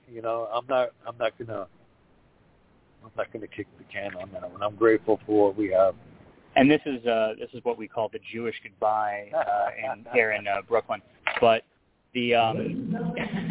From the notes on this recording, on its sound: At a Historic Brooklyn Cyclones Opening Day! LIVE from the first April professional baseball game in Brooklyn since 1957.